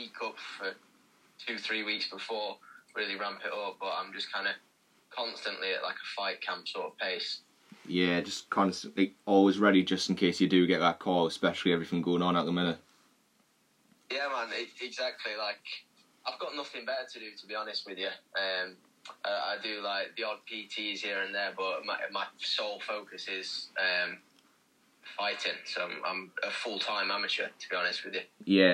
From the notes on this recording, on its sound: via phone call